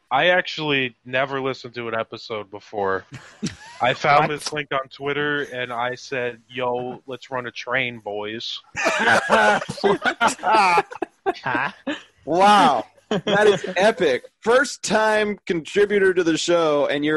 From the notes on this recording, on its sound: Hosting a virtual 300th episode party on Zoom. Joined by various friends and loyal listeners from around the world.